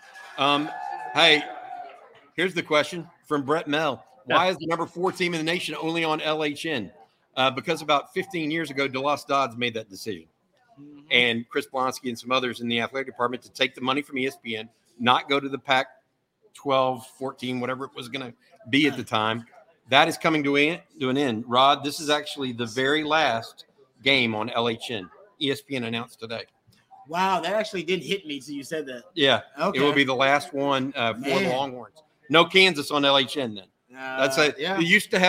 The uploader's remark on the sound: Longhorn Livestream LIVE from The Co-Op! Is LIVE from The Co-Op talking Texas vs Wyoming.